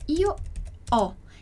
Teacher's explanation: O som do o, ele é sempre aberto, bem aberto.